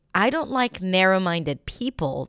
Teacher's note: the stress shifts from minded to narrow.